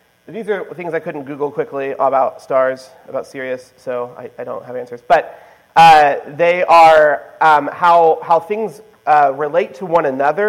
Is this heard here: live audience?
yes